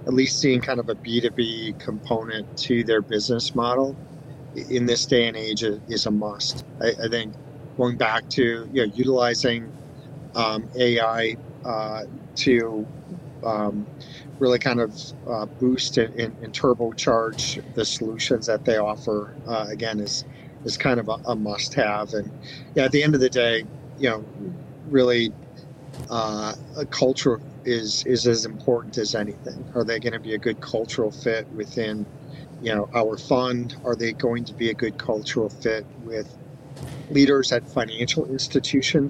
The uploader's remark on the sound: LIVE FROM MONEY 20/20